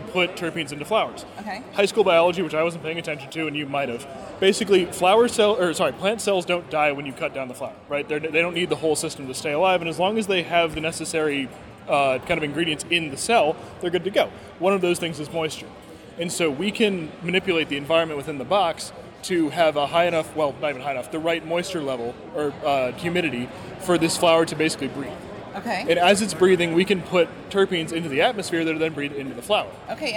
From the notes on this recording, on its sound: This podcast was recorded live from the show floor of MJBiz Con 2019 in Las Vegas, Nevada.